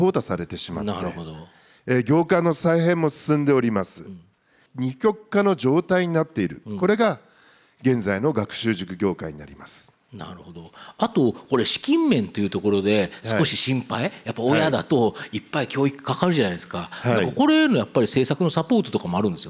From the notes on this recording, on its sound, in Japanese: 東京・三田の建築会館ホールで行われた「ラジオNIKKEI 相場の福の神 注目企業ＩＲセミナー」